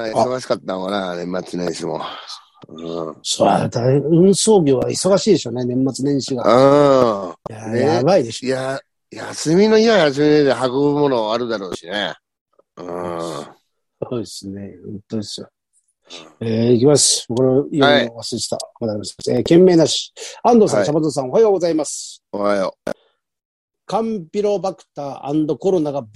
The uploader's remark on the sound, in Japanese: ZOOMで収録。